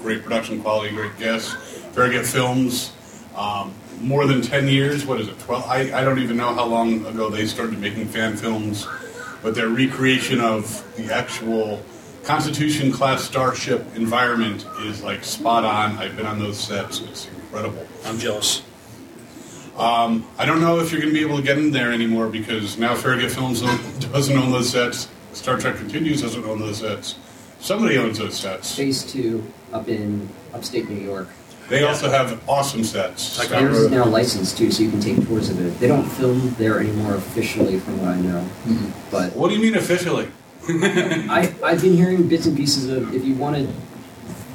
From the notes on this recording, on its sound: A Farpoint 2019 Con Panel